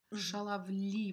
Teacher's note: Both of the A's are unstressed, and that's why they aren't really a perfect A sound.